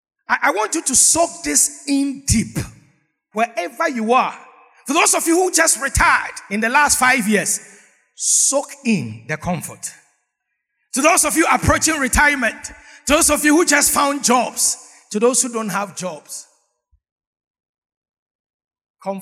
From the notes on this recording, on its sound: Sermon preached at CBC Shiashie Campus